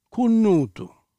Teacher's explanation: If you go to Catania and Messina, or even Siracusa, the word becomes cornuto, two N's. The R, followed by another consonant, takes the second consonant and doubles it.